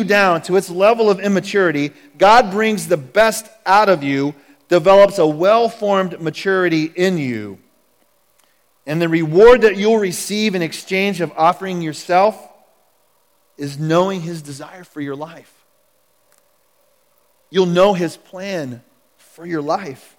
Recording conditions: large echoing room